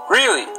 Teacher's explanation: pay attention to the rising intonation of sentences with surprises